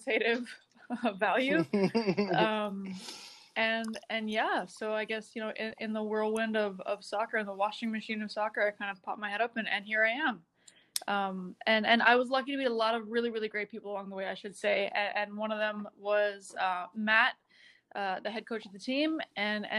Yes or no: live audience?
no